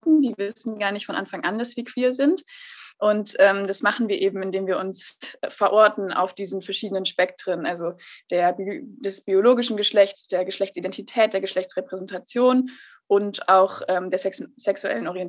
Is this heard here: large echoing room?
no